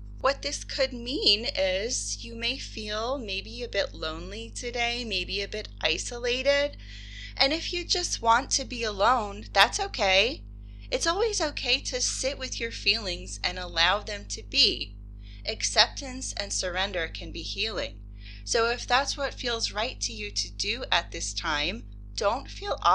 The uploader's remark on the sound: There is a bit of an electronic hum throughout this episode. I applied noise reduction but it's still there.